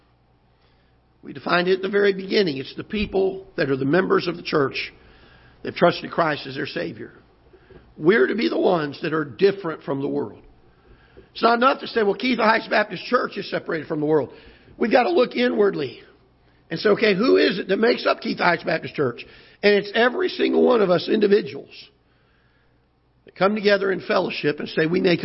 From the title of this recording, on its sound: Ketha Heights Baptist Church ~ Live Broadcast